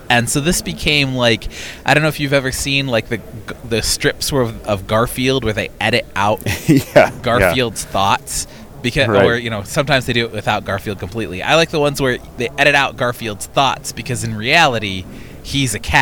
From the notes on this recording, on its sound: Checks in LIVE from the NFL Combine.